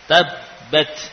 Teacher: Ada huruf ta fathah, ba sukun, ba lagi fathah. Ya, namun ba yang sukun ini tidak di qalqalah karena sudah dimasukkan · Term: diidghamkan